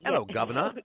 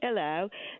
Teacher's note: So everything's kind of squished. The soft palate is low. And I think the key to it is the cheeks.